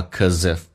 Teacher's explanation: cause 跟 if 有连叫 cause if,用 z 加 if 叫 causeif